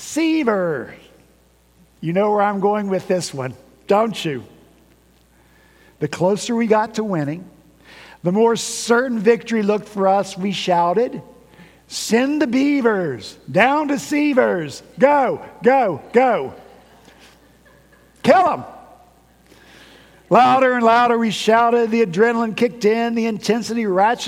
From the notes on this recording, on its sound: At Redeemer Presbyterian Church in Charleston, SC